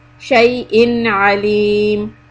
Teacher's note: the throat come after the تنوين then it is called الإظهار So you're going to make the sound of the noon, shay'in, but you will not make it long.